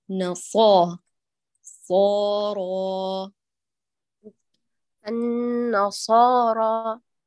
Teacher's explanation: رقق النونين وعند الصاد فخمي · أنت تقولي أن، تدخلي بنون مرققة، أن ثم نا، نصارى، تفخم الثانية المفتوحة لمجاورتها للصاد وبإعمال نظرية التوقع النطقي، فتبدأ بالإتيان بالتفخيم باكرا. ثم عند الصاد التي يلزمك فيها أن تفخمي ضعيفة عندك، محتاجة أن تأتي بعوامل التفخيم وتضيفي لها آلية الإطباق حتى تأتي بكمال تفخيمها.